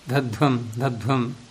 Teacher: धध्वम बोलने में क्या होता है कि जो दकार है वो छिप जाता है